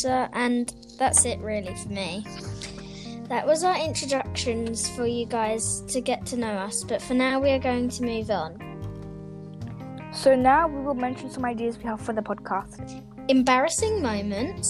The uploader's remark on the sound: The audio is glitchy but you didn’t miss anything important.